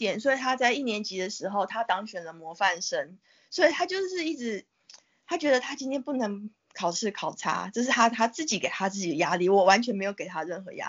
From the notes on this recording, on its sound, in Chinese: 疫情期間透過網路平台錄音，音質部分還請見諒！